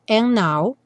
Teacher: é bastante comum no and now, tirar o D ao invés de falar and, now, and now, you leave me.